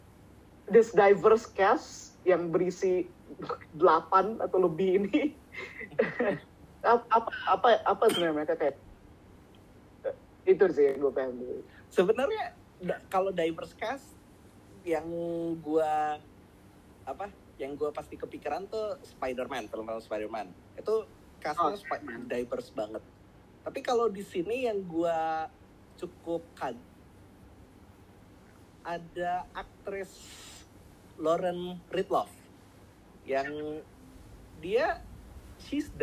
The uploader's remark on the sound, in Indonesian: Episode ini direkam melalui koneksi internet yang tidak stabil, maka tolong dimaklumi kualitas suara yang berubah-ubah.